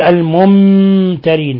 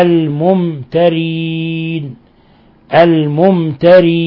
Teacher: ميم ساكنة جاء بعد حرف التاء، الحكم التجويدي إظهار شفوي في كلمة واحدة · Shown in: second take · الممترين، واحذر أن تكز، أن تكز على الميم وتضغط على الميم، لا تقل الممترين هذا خطأ، وإنما الممترين، الممترين.